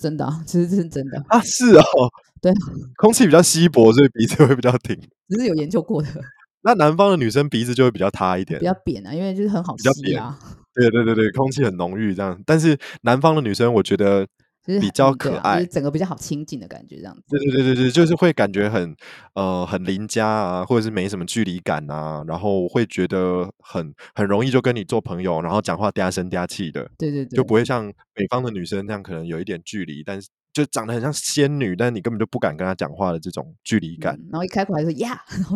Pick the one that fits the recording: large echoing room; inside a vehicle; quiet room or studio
quiet room or studio